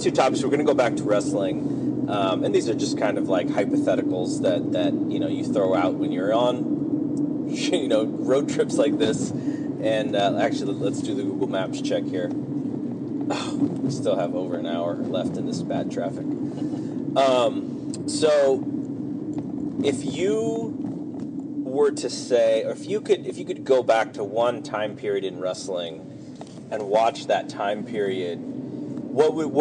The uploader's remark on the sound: I want to apologize for the audio. This was a test and we probably won't do it again. I didn't know how much of the outside traffic and air conditioning the microphone was going to pick up. Thus, when we're driving fast, you will hear a lot of outside interference.